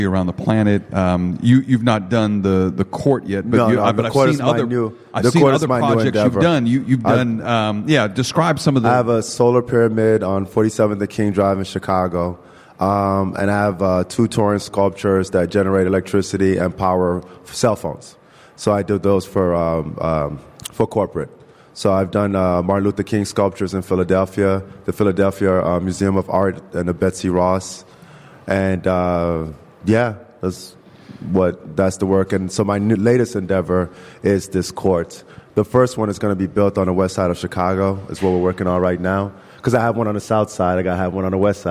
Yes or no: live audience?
yes